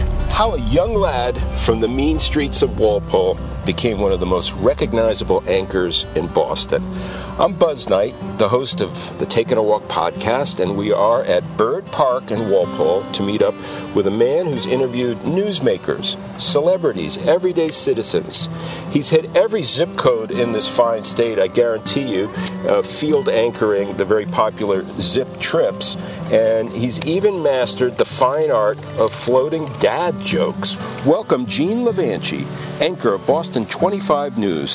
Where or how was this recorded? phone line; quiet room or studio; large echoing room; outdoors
outdoors